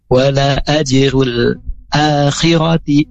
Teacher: a-nya panjang, khirati-nya pendek